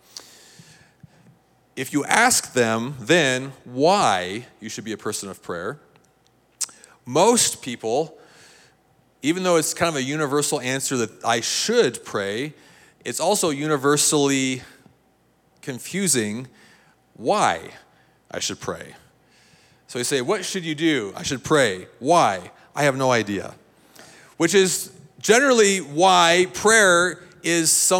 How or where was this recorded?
large echoing room